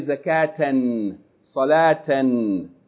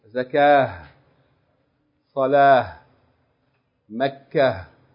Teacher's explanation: You're not going to pronounce any of that. You're just going to stop like there's a ha at the end of the word. · Shown in: second take